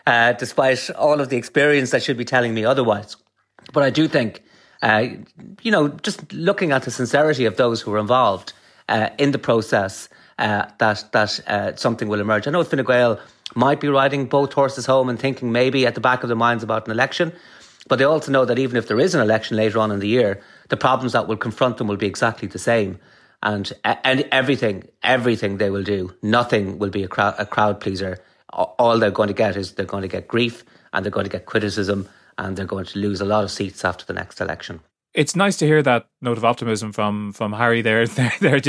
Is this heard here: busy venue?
no